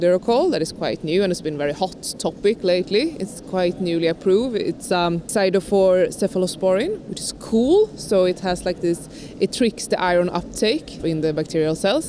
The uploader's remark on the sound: Live from ECCMID23! In Copenhagen at the European Congress of Clinical Microbiology and Infectious Diseases.